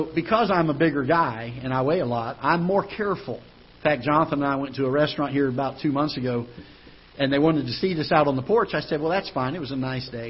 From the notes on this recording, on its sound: Ketha Heights Baptist Church ~ Live Broadcast.